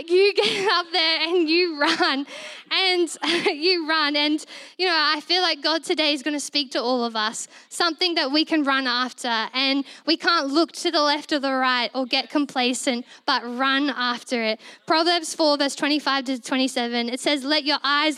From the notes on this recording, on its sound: This was recorded in our Melbourne East service.